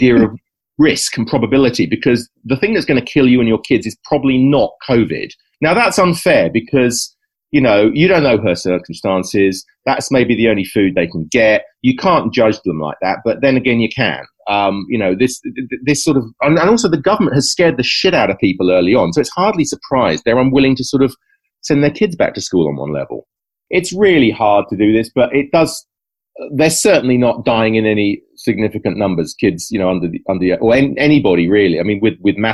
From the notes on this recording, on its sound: Recorded: ZOOM (London – Dublin)